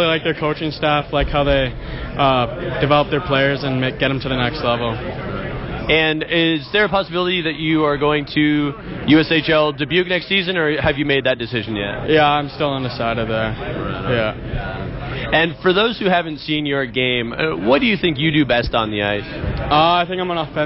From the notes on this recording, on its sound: Live from the CHL and CJHL Top Prospect games in Hamilton